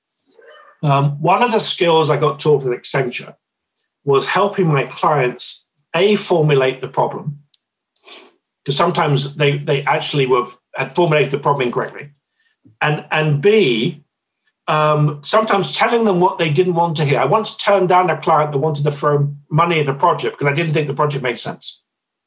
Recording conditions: video call